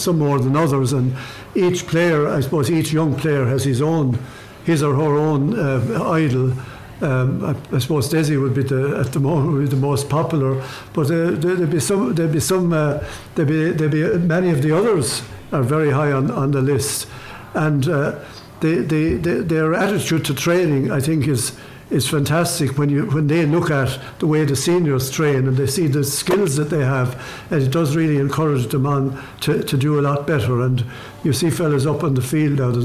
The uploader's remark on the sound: This episode was brought to you live from The Riverside Cottage in Ballygunner Waterford. Live from the Riverside Cottage with a Live audience.